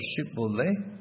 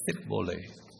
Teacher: The Ephraimites could not pronounce the SH sound. Instead of Shibboleth, they said Sibboleth.